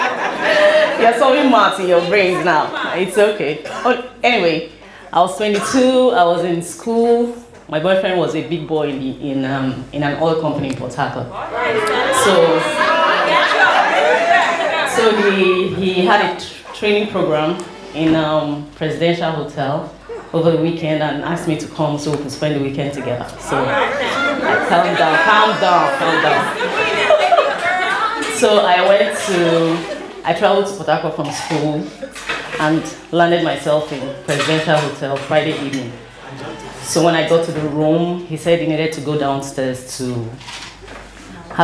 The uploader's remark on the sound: three hilarious stories from the June live show